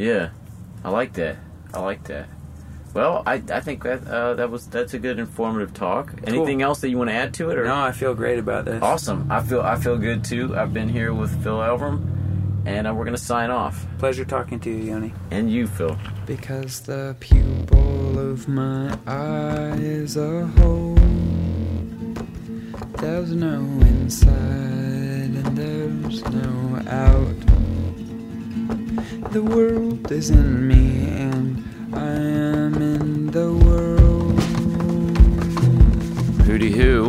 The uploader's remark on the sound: Outside of Neumo's rock club in Seattle. Tour van.